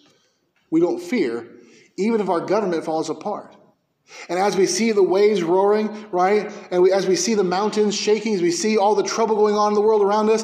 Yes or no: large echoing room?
yes